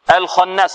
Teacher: الخاء مفخمة، والنون فيها غنة، ولا نقول بمقدار حركتين.